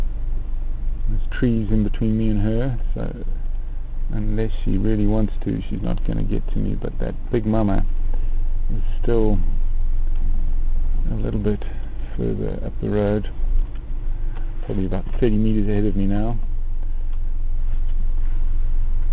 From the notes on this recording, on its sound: Elephant herd Roadblock in KNP. Stuck in the middle of a breeding herd in KNP.